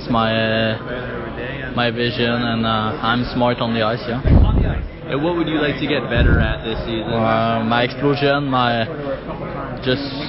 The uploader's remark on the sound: Live from the CHL and CJHL Top Prospect games in Hamilton